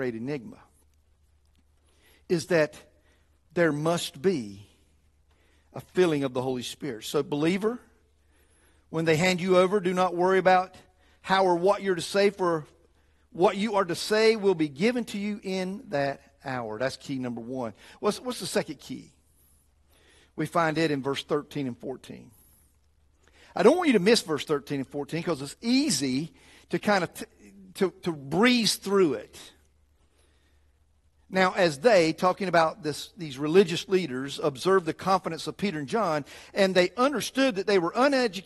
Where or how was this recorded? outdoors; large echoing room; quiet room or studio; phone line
large echoing room